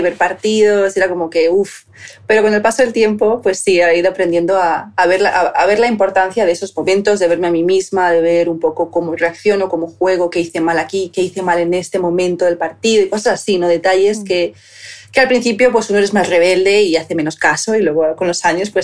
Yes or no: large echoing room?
no